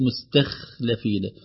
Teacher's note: مستخلفين ارتفع اللسان عند الخاء فتفخم